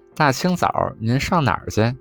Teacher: 去读成切，这是北京土语的特别发音